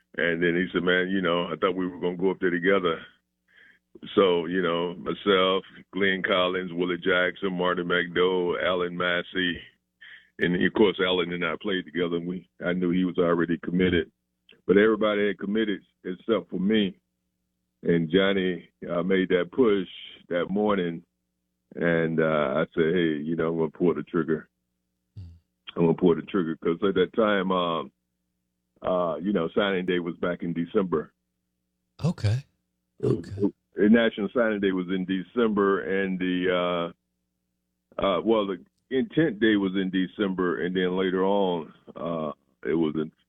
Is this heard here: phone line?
yes